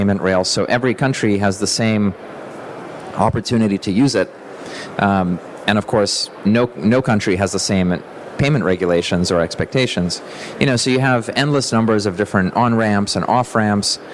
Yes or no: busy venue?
yes